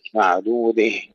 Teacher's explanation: إذا وقفنا فإن للكسائي الإمالة قولا واحدا